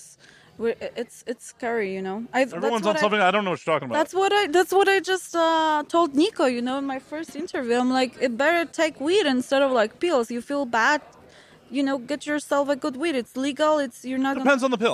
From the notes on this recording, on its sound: “Live” from AVN 2023